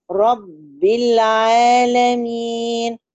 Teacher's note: عايزة كسرة الباء، رب ده مشددة، المشدد حركتين وبنديله برهة بوقفة بسيطة